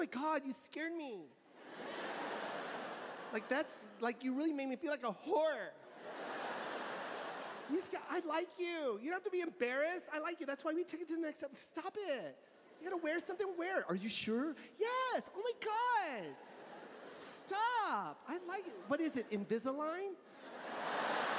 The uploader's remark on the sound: Live from the Los Angeles Forum 2022